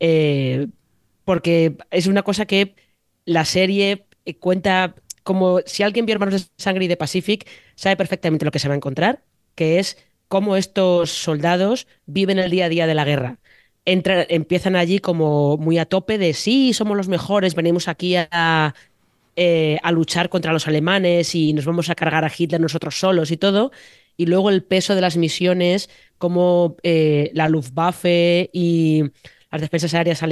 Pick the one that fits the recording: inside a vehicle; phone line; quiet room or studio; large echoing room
quiet room or studio